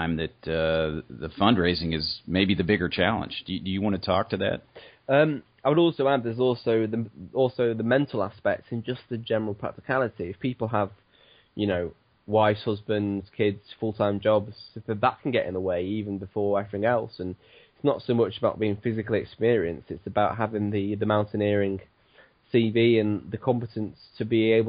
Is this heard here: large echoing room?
no